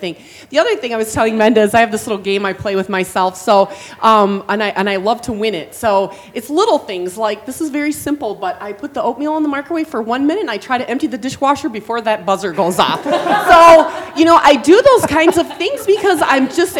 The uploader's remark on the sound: Recorded live at commonsku University at The ASI Show Chicago.